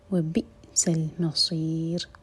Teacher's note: سین پر سیٹی والی آواز اور صاد ہیوی